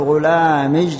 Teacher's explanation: قال: والحرف الذي بين الشين والجيم والياء في المذكر غلامج وفي المؤنث غلامش. نعم يقولون غلامج يعني غلامي، الياء يجعلونها جيما